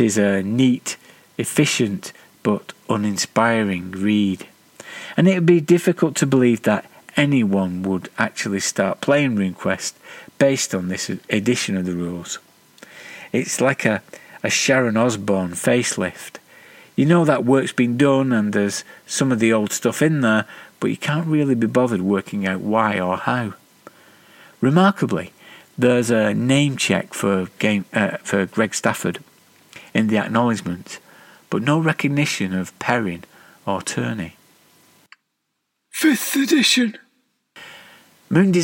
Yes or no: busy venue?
no